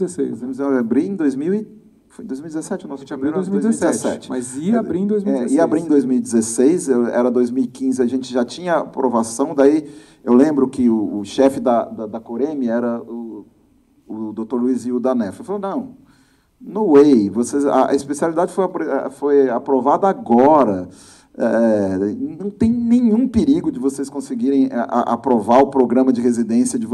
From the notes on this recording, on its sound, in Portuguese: Este é um episódio especial – aconteceu ao vivo no primeiro congresso Emergência USP.